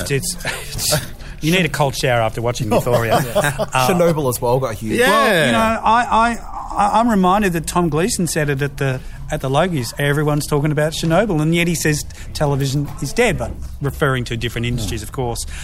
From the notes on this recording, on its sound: A special recording from the new Foxtel on Oxford venue